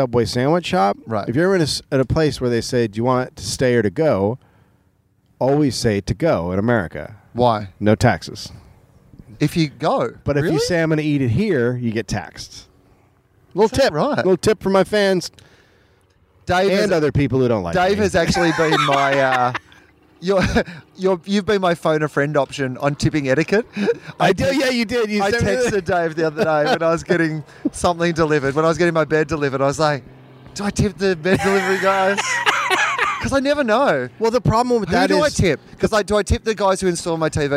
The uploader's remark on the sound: On the roof. The sweet sounds of LA at night.